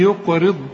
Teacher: الراء هنا مرققة والقاف قلقلها